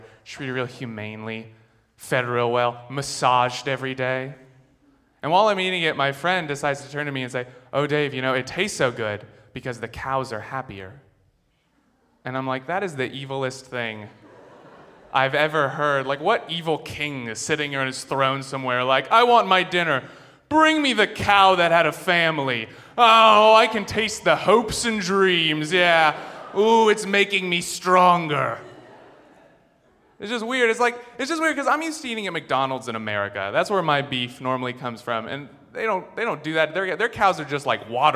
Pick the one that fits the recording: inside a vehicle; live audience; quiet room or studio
live audience